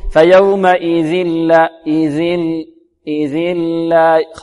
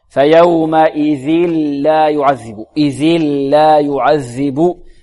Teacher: يعني صار التنوين أو النون، النون الساكنة صارت لاما خالصة · Shown in: second take · Term: الإدغام التام أو الكامل